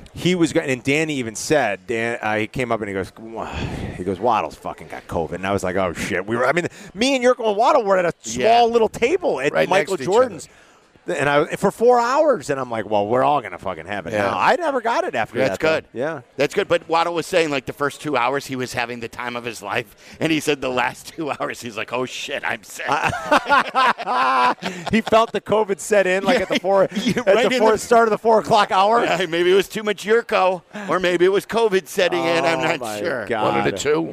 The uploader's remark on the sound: live from Legends!